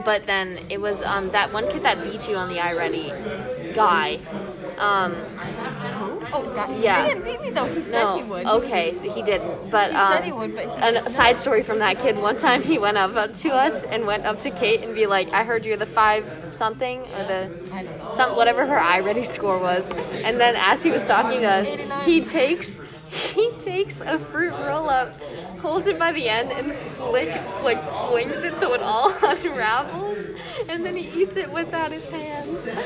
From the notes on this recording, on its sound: Full immersion therapy for me as I record in public.